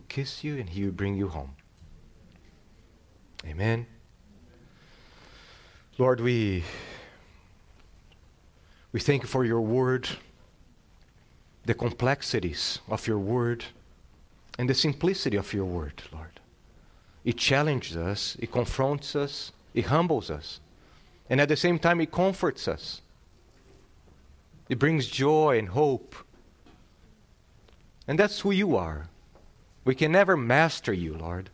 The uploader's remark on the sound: This sermon was delivered on October 16th, 2022. At Salem Reformed Baptist.